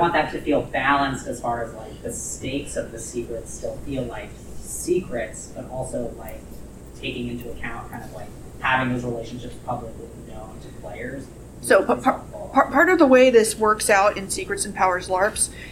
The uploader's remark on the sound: Recorded at Metatopia 2023